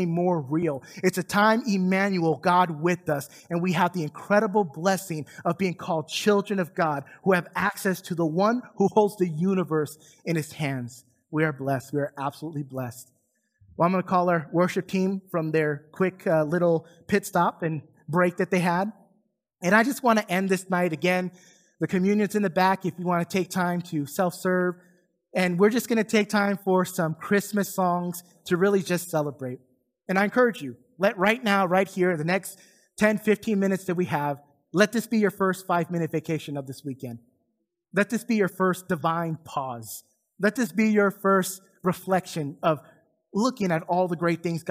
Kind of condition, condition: setting, large echoing room